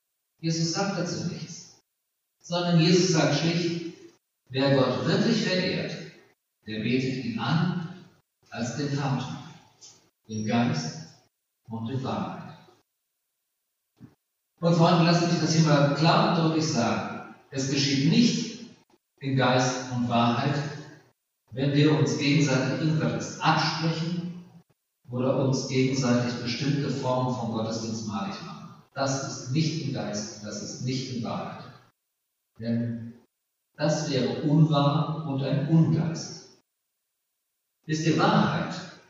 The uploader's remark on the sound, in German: Aufgezeichnet im Gottesdienst zum Pfingstmontag Ev. Melanchthongemeinde Griesheim.